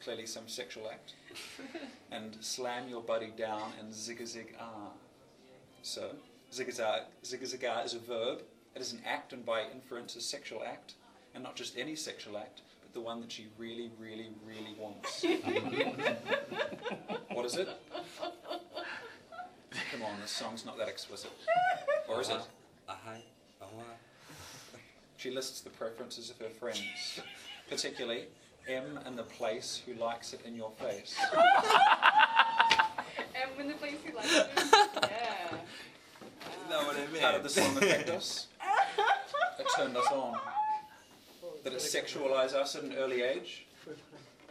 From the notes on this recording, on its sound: Live spoken word performance. Recorded 2017-07-26 at the Absinthesalon, Melbourne, Australia.